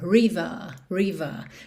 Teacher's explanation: frequentemente não são enrolados, river, mas sim tem um alongamento da vogal anterior, river, river.